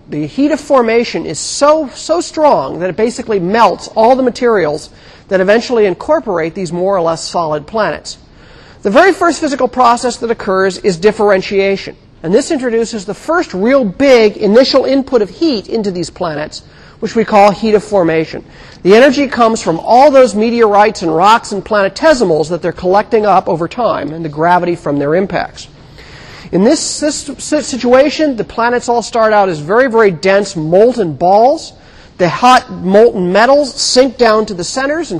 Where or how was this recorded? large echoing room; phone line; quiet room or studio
large echoing room